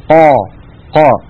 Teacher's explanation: بينما إذا تأملنا اللوحة التي على اليسار وهي تمثل حرف القاف، فنجد بأن الصوت لم ينحصر بين اللسان والحنك الأعلى، وإنما تصعد الصوت فقط إلى أعلى · Term: الحرف المنفتح